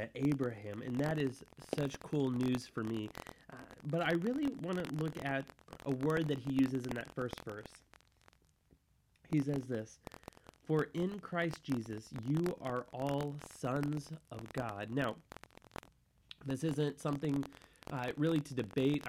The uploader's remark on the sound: There were some audio issues during this show.